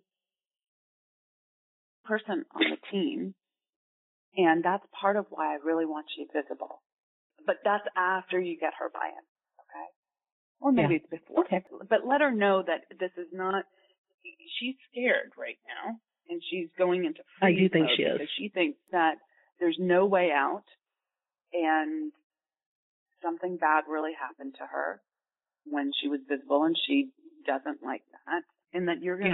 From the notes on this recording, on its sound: This coaching call has been recorded with permission. Please be aware that this is not a studio recording, and the sound quality may vary.